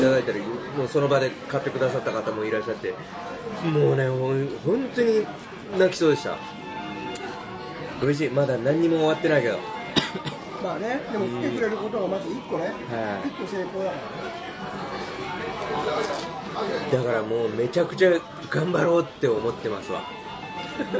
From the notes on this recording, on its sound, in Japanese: 神保町花月近くの居酒屋で収録しました。